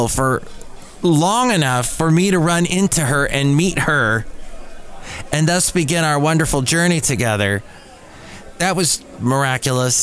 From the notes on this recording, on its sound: podcasts live from Café Anyway